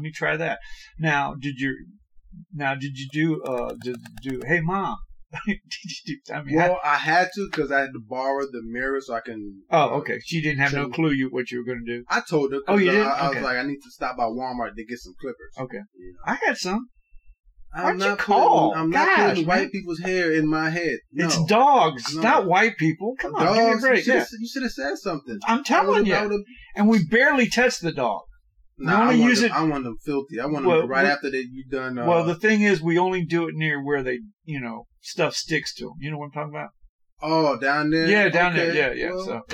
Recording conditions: poor sound quality